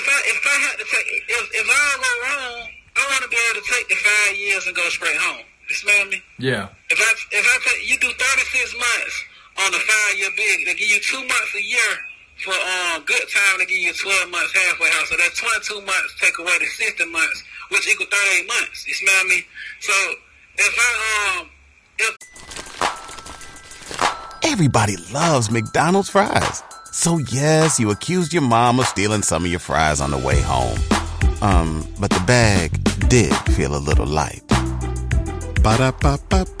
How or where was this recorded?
phone line